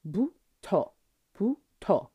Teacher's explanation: It's not exactly a hard B. It's more like an aspirated B. So it's sort of halfway between a B and a P.